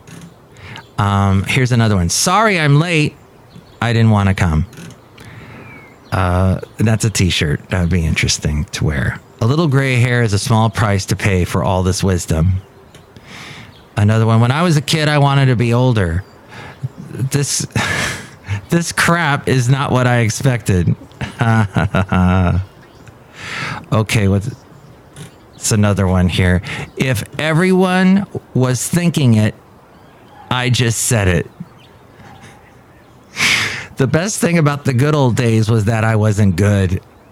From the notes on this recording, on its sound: Podcasts live from Café Anyway.